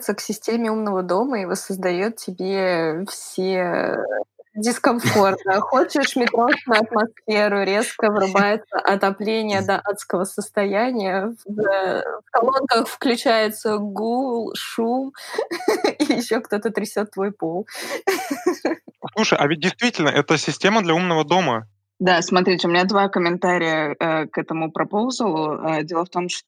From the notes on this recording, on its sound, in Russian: Мы не отстаём от мировых трендов, поэтому выпуск записали на удалёнке.